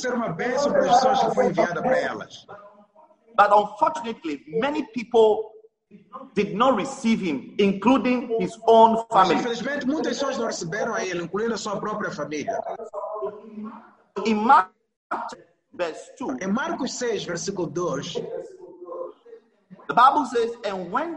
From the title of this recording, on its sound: ZOOM SERVICE